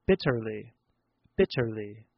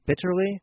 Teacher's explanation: But a British person would pronounce it with a hard T, which sounds like bitterly, bitterly.